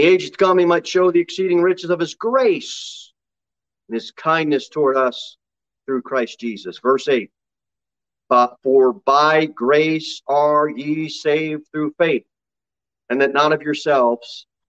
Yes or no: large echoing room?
yes